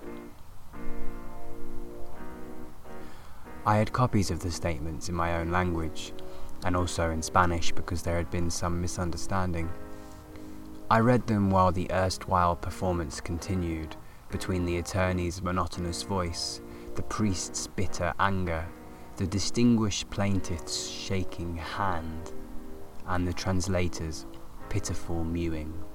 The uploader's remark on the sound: This episode recorded in a field with real live studio nature sounds!